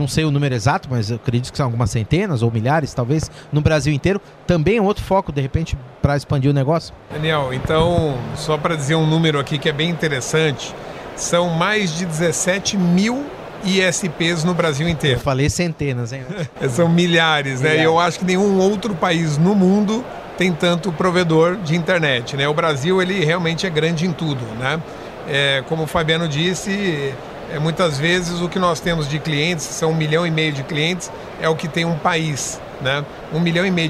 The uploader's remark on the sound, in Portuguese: Em entrevista gravada no Futurecom.